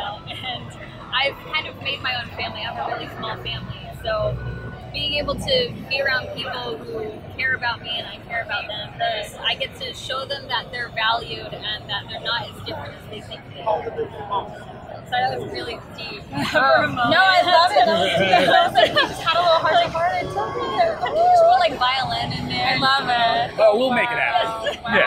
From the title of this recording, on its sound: Live From WonderCon2018!